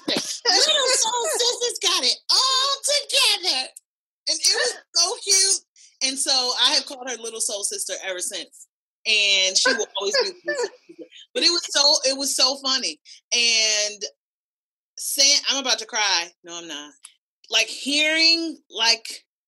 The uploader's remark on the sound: I was able to be in conversation with some of my avid listeners, via a Friday Night Zoom Party.